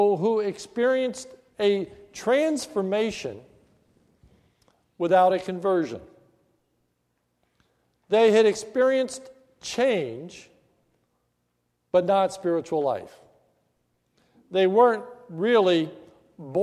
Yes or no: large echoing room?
yes